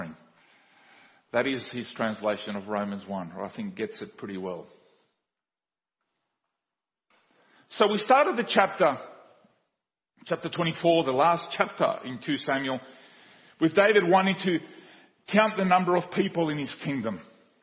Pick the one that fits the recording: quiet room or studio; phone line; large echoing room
large echoing room